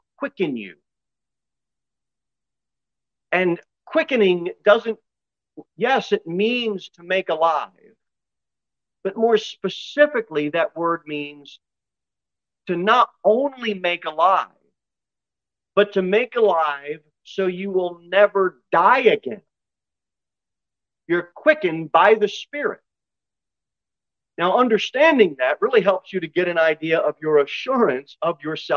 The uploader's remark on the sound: Sermon delivered at Pilgrim Baptist Church on Sunday, May 1, 2022 at 6 pm.